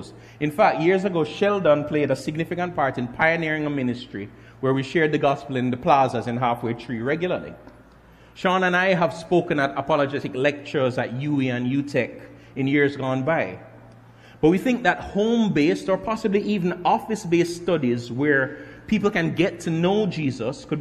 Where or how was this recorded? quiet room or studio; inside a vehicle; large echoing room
large echoing room